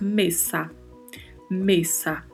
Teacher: O E é mais fechado, né, como já mencionamos, e o S com som de S mesmo e não com som de Z.